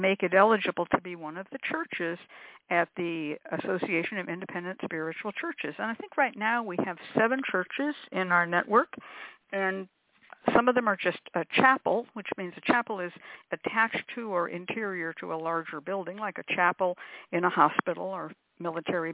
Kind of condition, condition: link, phone line